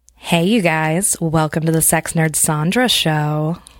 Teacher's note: I would get all throaty and kind of breathy. And I would drop down an octave. And I would smile.